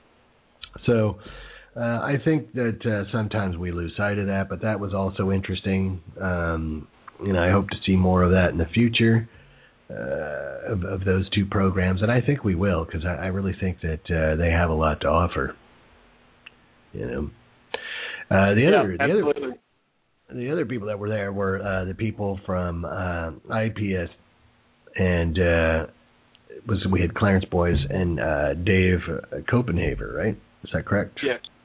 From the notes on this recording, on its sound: calling in live from a firefighting exercise